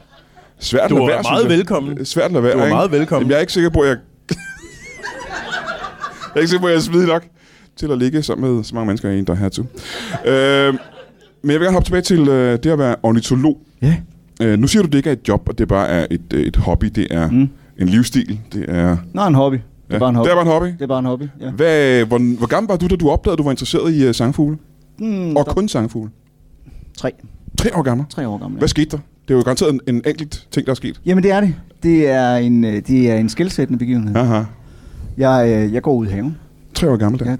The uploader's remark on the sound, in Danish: LIVE fra 27b i Kolding